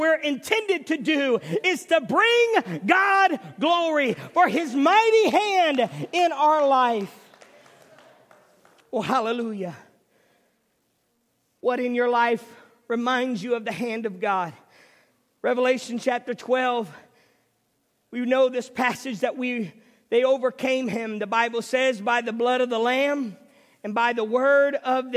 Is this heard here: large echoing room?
yes